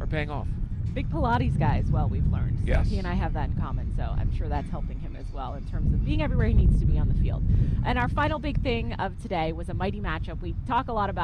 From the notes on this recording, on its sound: LIVE from the second day of joint practice with the Detroit Lions